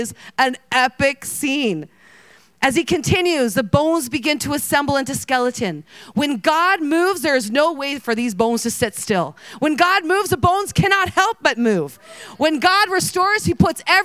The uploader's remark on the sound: Today’s Episode is Session 4 from Heart Conference 2023